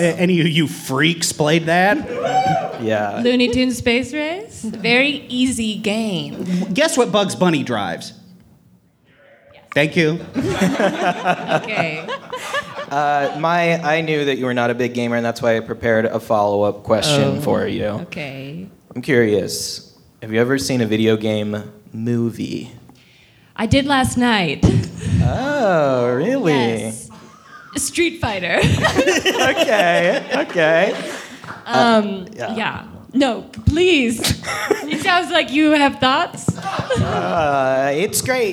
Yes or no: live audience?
yes